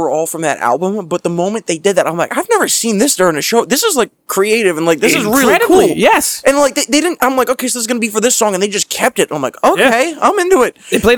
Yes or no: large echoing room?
no